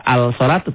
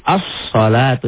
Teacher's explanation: Alif lamnya, lamnya enggak dibaca. Jangan dibaca al-salatu, tapi as-salatu nyamber. · Shown in: second take · Dikatakan alif lamnya ada tapi tidak dibaca.